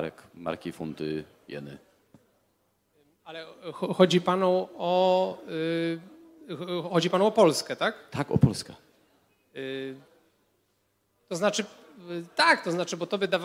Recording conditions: live audience